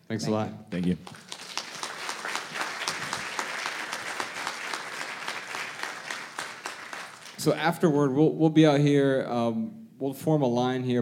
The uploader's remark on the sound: Answer questions in front of a sold-out crowd in Miami.